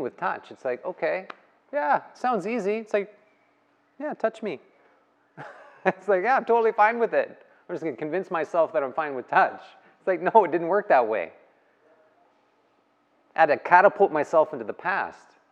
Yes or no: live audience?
yes